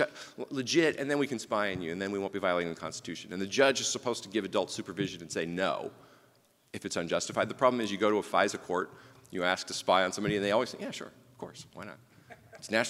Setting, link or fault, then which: setting, live audience